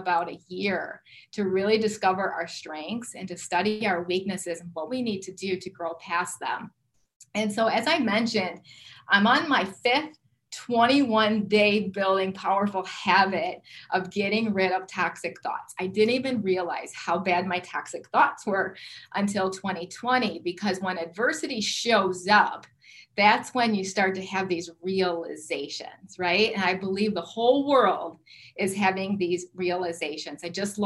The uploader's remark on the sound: Webinar Teaching Recording. Gain live feedback from listeners with an interactive poll and chat box!